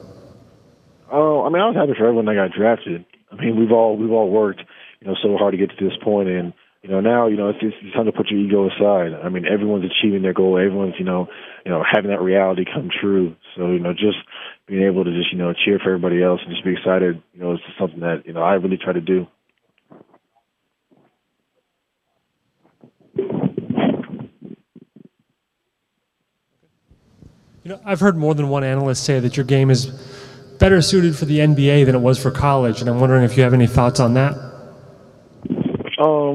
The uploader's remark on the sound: Post Draft Conference Call.